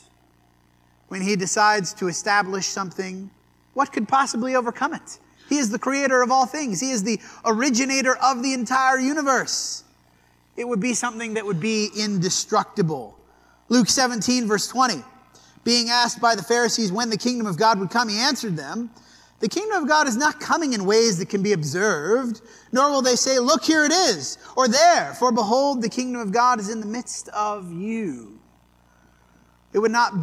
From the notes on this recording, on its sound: This sermon was preached at the Dewey Church of Christ on April 23, 2023.